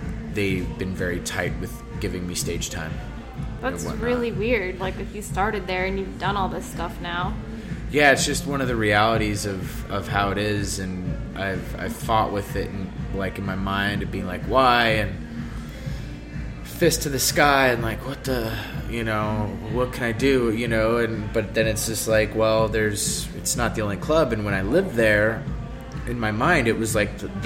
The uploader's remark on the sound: at Manhattan's famed Bunga's Den Bar